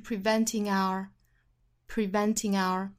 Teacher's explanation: preventing our jobless future 这里的 our 美音是会发成 our，那要跟前头连读，我们要注意是 preventing our preventingour，美音的话就是 preventing our preventingour，那一定注意这个 our 是弱读的